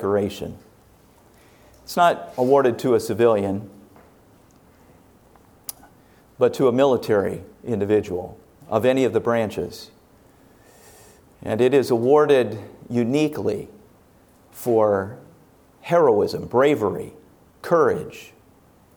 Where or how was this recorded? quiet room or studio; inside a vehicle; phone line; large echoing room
large echoing room